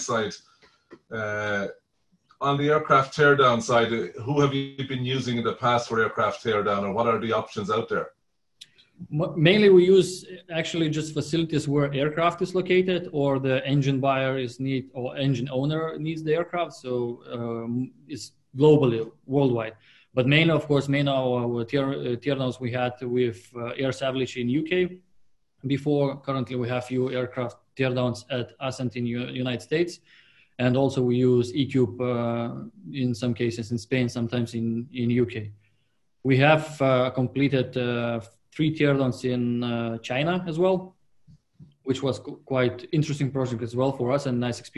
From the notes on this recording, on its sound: APTN Zoom Call #8.